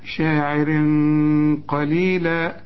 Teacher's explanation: شاعر عند الوصل في تنوين وبعد قاف، القاف من حرف الإخفاء، شاعر قليلا، قليلا تنوين وبعد ميم إدغام كامل بغنة، قليلا ما، قليلا ما تؤمنون.